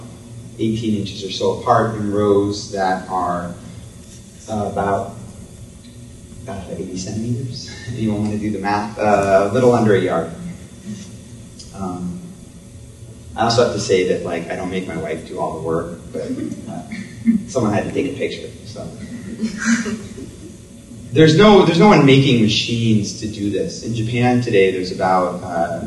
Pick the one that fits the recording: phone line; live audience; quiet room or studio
live audience